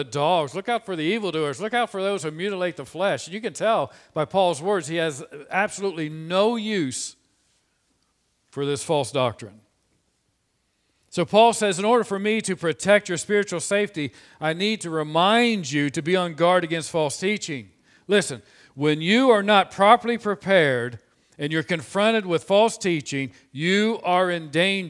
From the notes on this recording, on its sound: This sermon was preached on 02/14/2021 from the pulpit of Grace Community Church in Berea, KY.